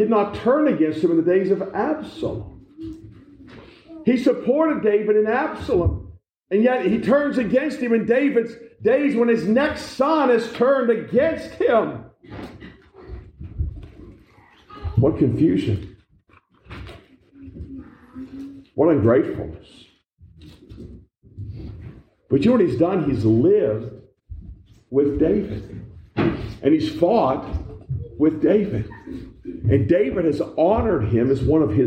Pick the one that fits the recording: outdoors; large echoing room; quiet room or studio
large echoing room